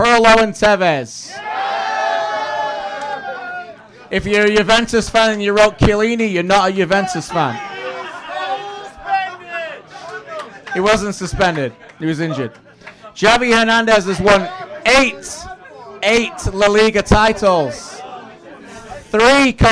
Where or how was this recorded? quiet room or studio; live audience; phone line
live audience